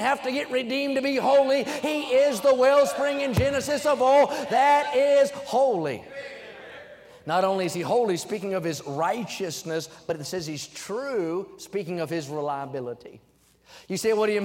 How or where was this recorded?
large echoing room